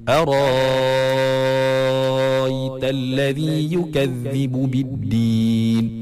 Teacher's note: Ibdal maknanya dia tukarkan hamzah tu jadi alif.